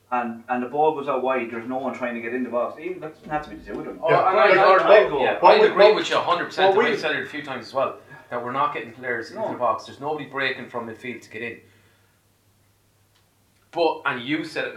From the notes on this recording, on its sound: Return to record episode 37 in person, in the flesh, in a single space! This has lead to a reduction in audio quality.